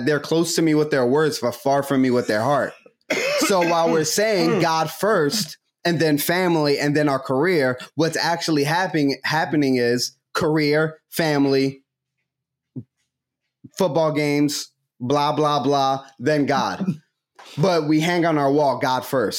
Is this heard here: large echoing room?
no